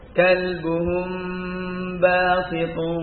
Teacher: Ini intibaqus syafatain, apa, dikatupkannya dua bibir ini tidak terlalu kuat. Agak dilemahkan. Tidak furja, tapi juga tidak nempel kuat, tidak wahum ba. · Term: ikhfa syafawi